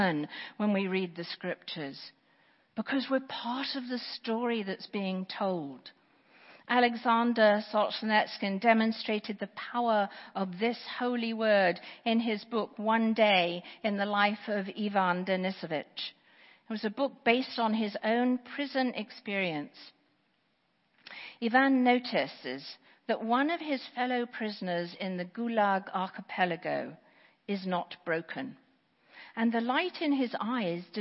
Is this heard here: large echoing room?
yes